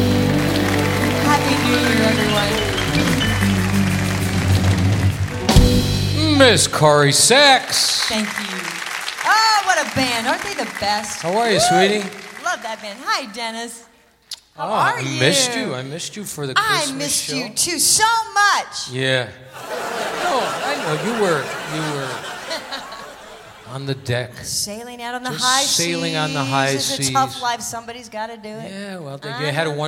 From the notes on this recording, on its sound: Live at the SouthPoint Casino